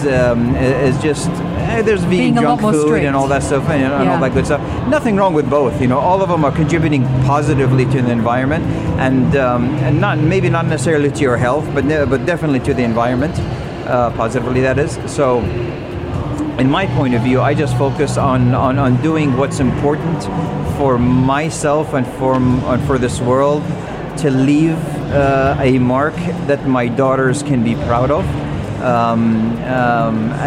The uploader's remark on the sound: at the Sharjah Entrepreneurship Festival (26.11.2019)